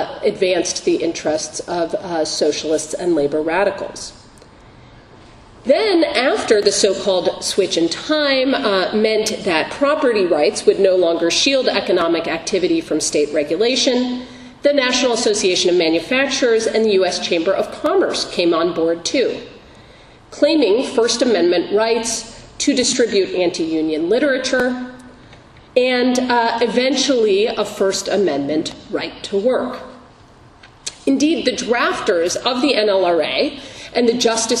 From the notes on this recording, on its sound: Recorded October 5, 2015, as part of the Law School’s First Mondays luncheon series.